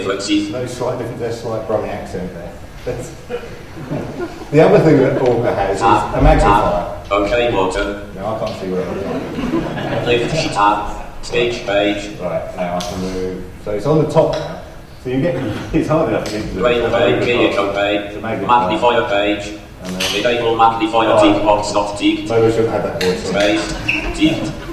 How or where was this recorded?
busy venue